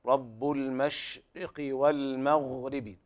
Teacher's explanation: وكذلك بيان التفشي في حرف الشين